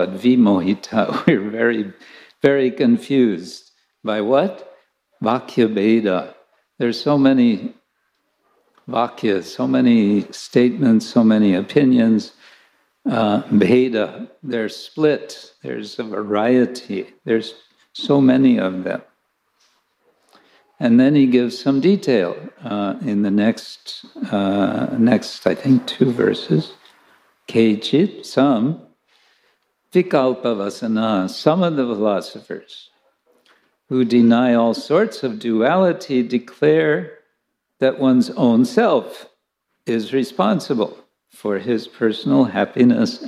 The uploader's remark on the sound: Lecture from ISKCON Chowpatty temple.